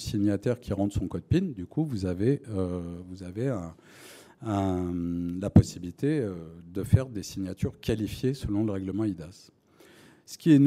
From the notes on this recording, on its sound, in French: Une conférence des RDV des Transformations du Droit - 7ème édition, le 5 octobre 2023.